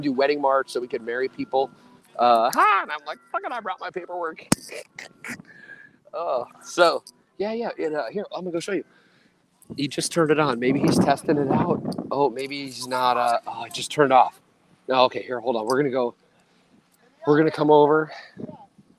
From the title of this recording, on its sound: Live from FloteFest